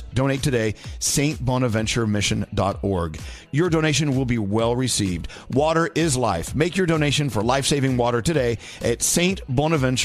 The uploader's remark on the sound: listeners call